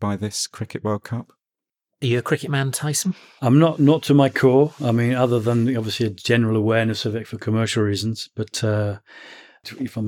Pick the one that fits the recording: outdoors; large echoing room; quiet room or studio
quiet room or studio